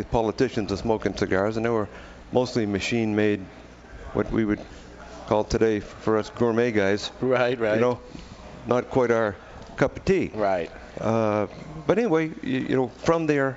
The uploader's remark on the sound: THIS WEEK WE'RE LIVE AT TWO GUYS SMOKE SHOP IN SALEM, NH CELEBRATING THEIR 25TH ANNIVERSARY!